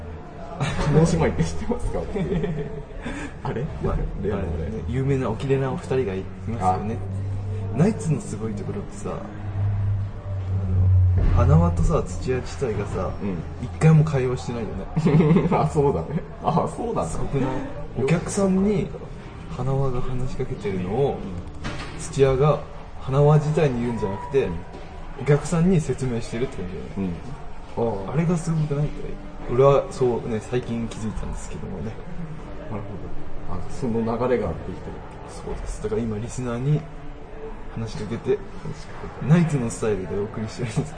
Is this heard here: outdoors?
yes